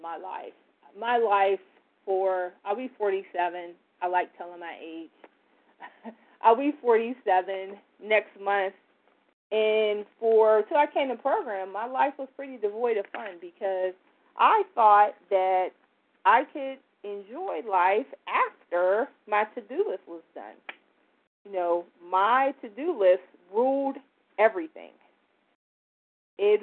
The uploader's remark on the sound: from the 100 Pounders Phone Meeting